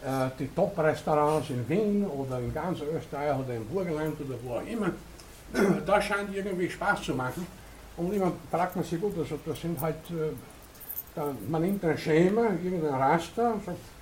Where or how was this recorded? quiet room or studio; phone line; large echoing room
large echoing room